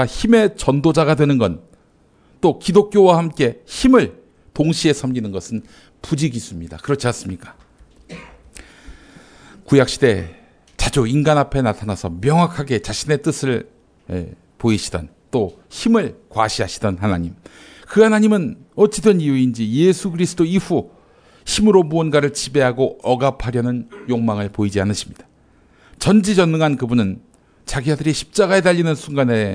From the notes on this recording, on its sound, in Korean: 장소] 벙커1교회 (서울 마포구 월드컵북로5가길 8-15 지하 1층)